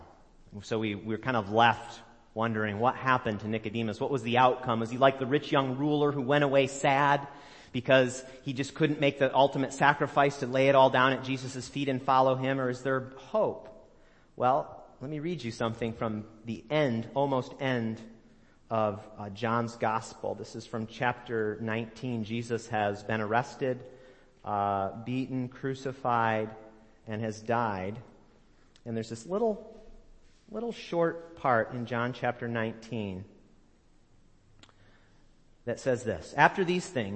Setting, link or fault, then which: setting, large echoing room